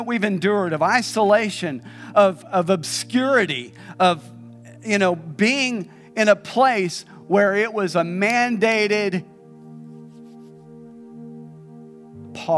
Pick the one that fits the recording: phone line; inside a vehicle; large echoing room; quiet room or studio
large echoing room